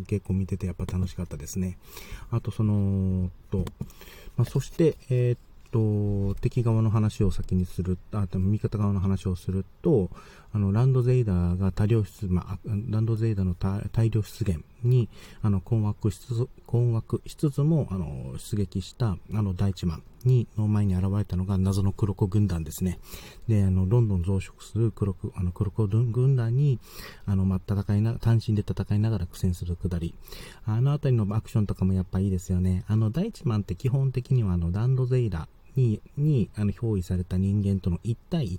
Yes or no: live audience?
no